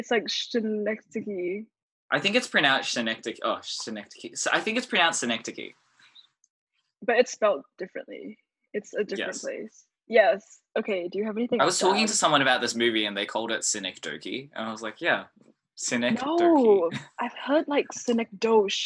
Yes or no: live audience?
no